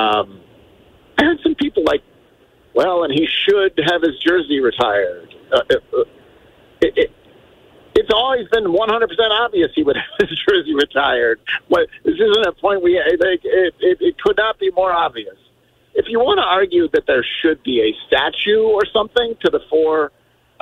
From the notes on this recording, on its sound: Joins the show on the phone. Taking phone calls on the subject.